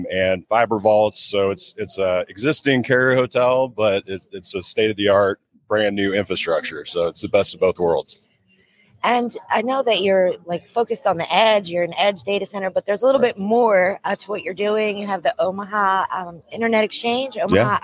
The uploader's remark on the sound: Live from PTC‘23